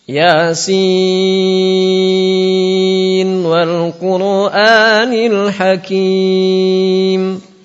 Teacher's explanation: Dibaca N dulu, N-nya jelas, baru wal Quran. · Term: izhar